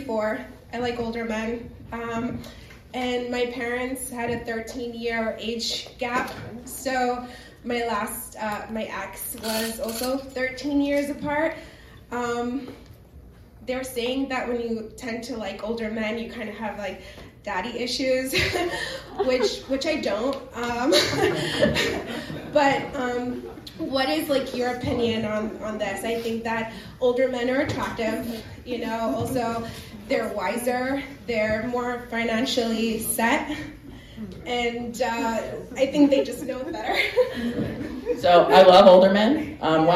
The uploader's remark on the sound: A live studio audience. A live Q.